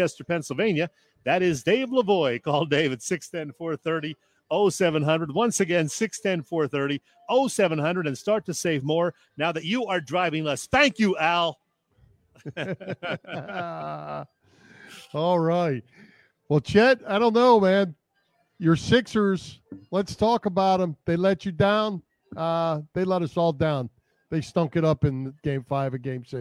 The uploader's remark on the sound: Live From the Linc for Women Against Abuse Event. Live from Lincoln Financial Field!